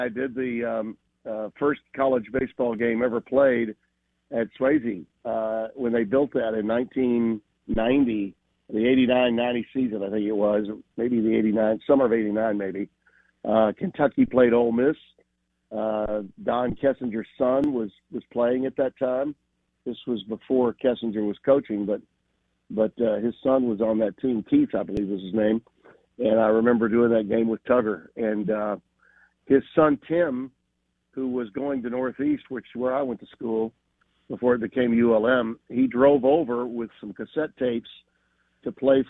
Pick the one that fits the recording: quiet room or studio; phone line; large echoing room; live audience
phone line